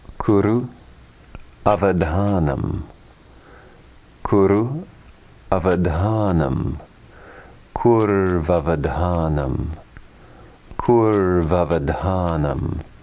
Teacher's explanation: Examples of when the first of two vowels becomes v. U plus a, or a, or any vowel sound dissimilar equals v, va, etc.